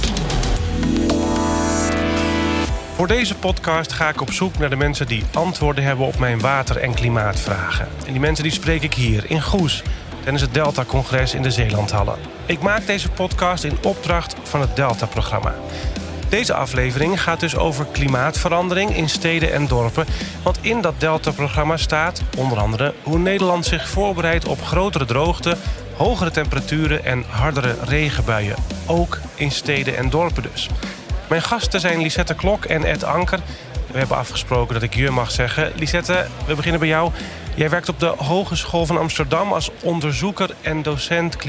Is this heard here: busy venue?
yes